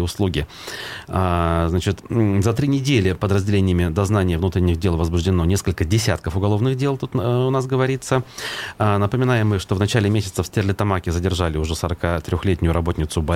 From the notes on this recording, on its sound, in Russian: По телефону